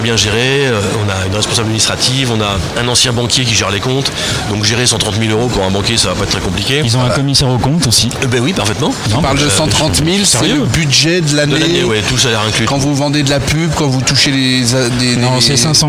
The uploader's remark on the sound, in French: En direct du Dock B à Pantin